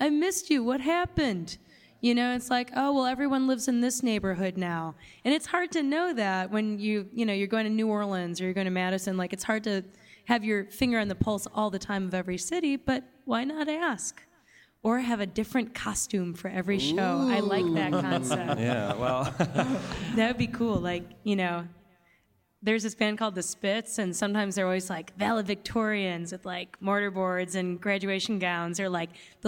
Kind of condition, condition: setting, busy venue